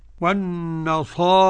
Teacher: وقرأ حمزة والكسائي وخلف العاشر بالإمالة الكبرى